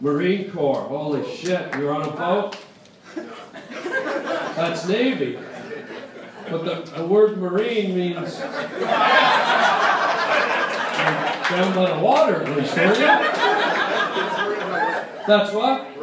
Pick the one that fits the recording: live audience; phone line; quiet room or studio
live audience